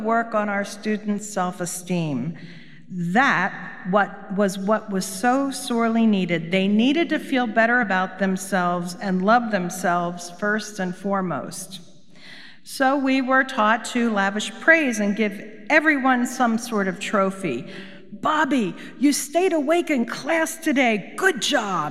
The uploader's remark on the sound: Recorded live at Beatitudes Church in Phoenix, AZ.